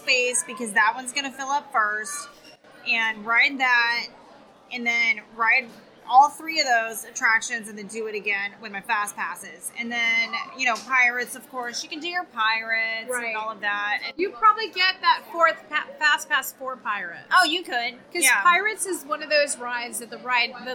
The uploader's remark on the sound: we are reporting live from Columbia Harbor House